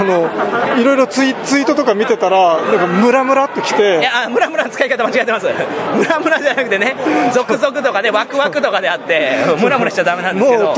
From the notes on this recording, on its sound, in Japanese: 会場インタビュー＆懇親会。会場収録のため、騒音雑音が激しく入っております。